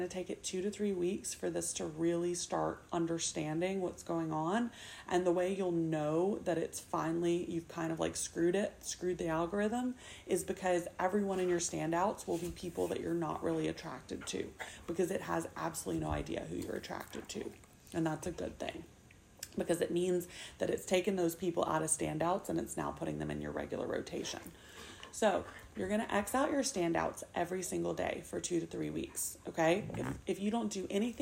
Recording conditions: sounds in the background